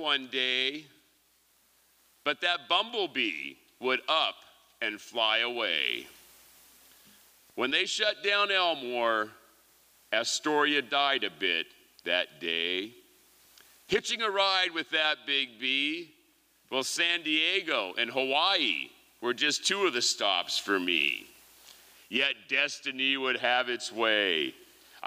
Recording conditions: live audience